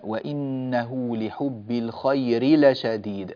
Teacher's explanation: الراء جاء بعدها لام، فنوضح الراء من اللام، نوضح الراء من اللام، بعض الناس يجعل الراء قريبة من اللام، هذا غير صحيح، وبسبب يعني تأثرها بالمقاربة مع اللام المجاورة لها، فليتنبه لهذا، بارك الله فيكم أيها الأكارم.